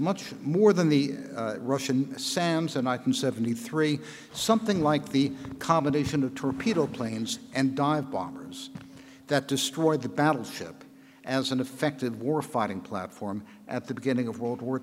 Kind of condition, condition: setting, live audience